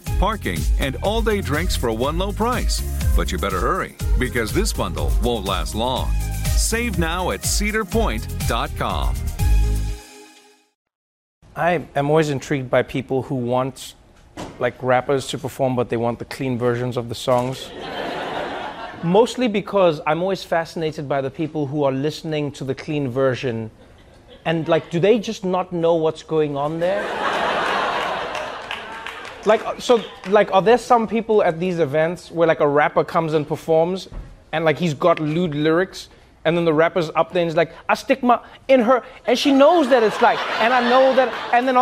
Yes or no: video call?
no